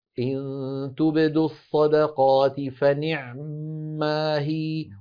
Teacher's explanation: نحن بالنسبة لنا في رواية حفص نقول إن تبدوا الصدقات فنعماهي، وروى لنا بعض القراء ومنهم قالون بإبقاء العين ساكنة